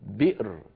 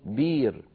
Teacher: فالعرب مثلا في زمن النبوة منهم من كان يبدل الهمزة الساكنة استثقالا لها · Shown in: second take · Term: إبدال الهمزة